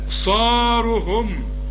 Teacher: الصاد هي المفخمة، والراء كمان مدام مضمومة مفخمة